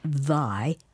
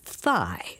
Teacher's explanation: where the only difference between those two words is the voicing